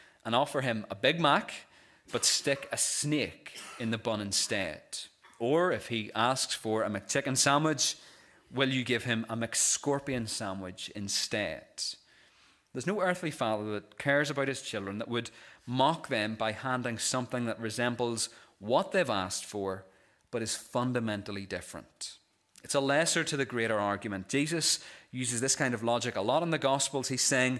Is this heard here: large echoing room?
yes